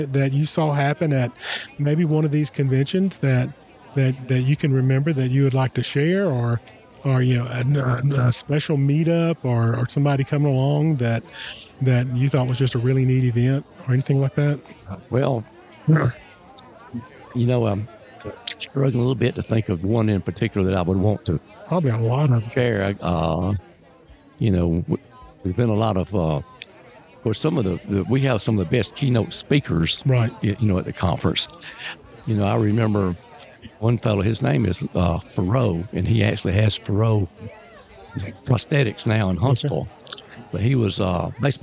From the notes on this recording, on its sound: joined us at our booth during the 2024 ACSW Convention in Orange Beach, Alabama for our first ever on-location podcast!